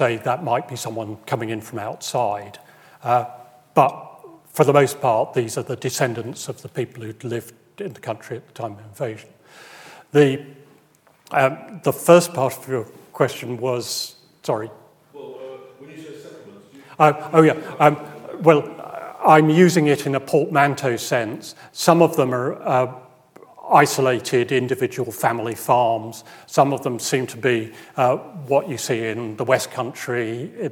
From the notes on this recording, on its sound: recorded on 15 March 2023 at Barnard's Inn Hall, London